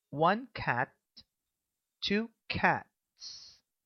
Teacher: Ela acaba com T, um som unvoiced, e ao acrescentarmos o S para o plural, esse S fica com s e não z.